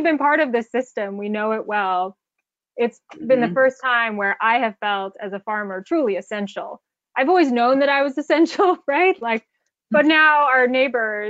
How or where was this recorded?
video call